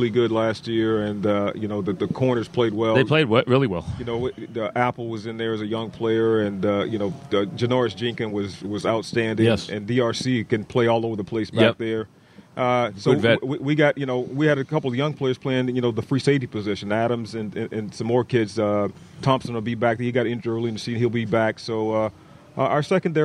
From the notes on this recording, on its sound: live from giant camp